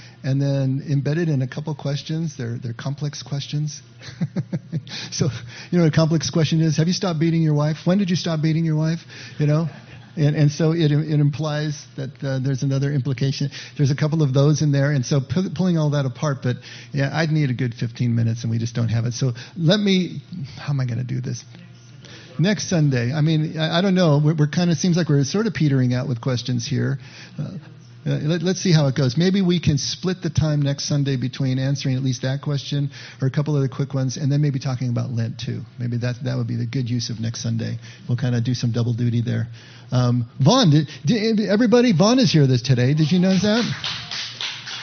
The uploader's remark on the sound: we held a third live question and answer session in place of a message/teaching